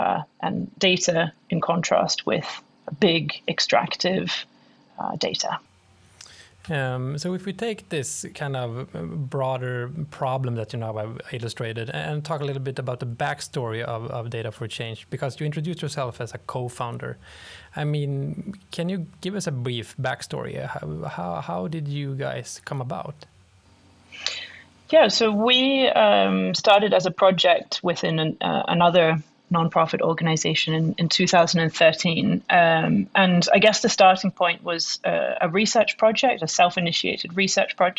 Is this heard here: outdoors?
no